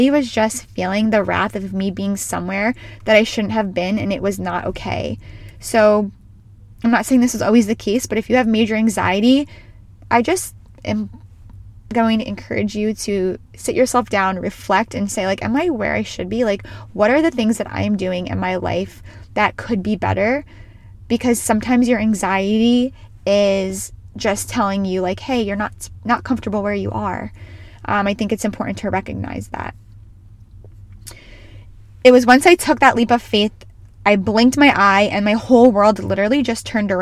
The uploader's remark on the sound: She is recording from her car